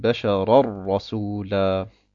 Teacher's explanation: Ursprünglich heißt es Basharon Rasula. Und wir verschmelzen das Tanwin mit dem Ra und sagen Basharar-Rasula · Term: vollständige Idram